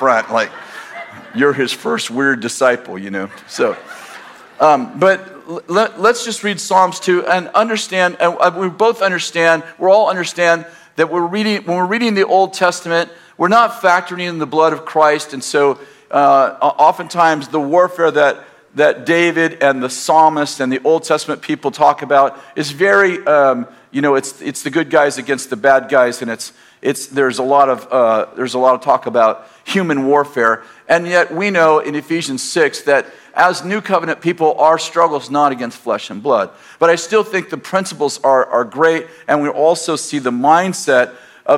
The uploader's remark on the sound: In this message delivered on June 30th, 2019, at Bethel Church in Redding, CA